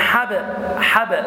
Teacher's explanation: انظر الباء ساكنة مقلقلة